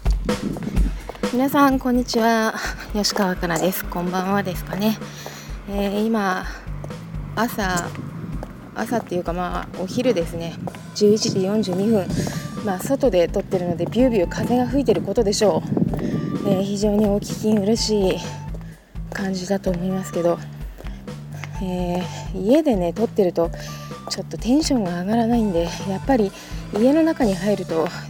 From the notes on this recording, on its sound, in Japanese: 今回トーク部分は、朝、喫茶店に行く道すがら、歩きながら録りました。風の音や私のヒールの音が入ってますが